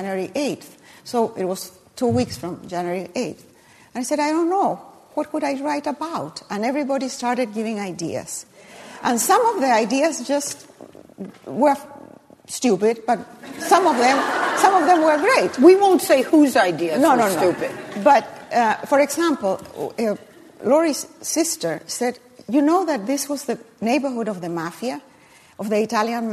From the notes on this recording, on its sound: at a live event hosted by RJ Julia